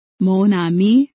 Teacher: In Mon Ami, the final consonant N of the first syllable Mon is pronounced as the initial consonant of the following syllable A. When a syllable ends in a consonant and is followed by a vowel, the final consonant sound is shifted to the initial position of the next syllable.